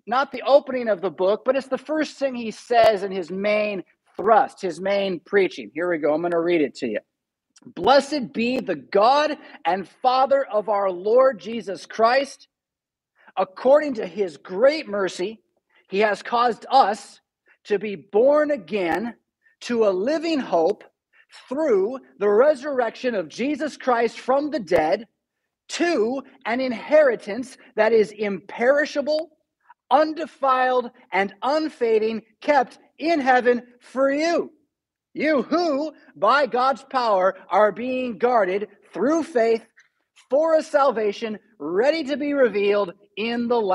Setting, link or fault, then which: setting, large echoing room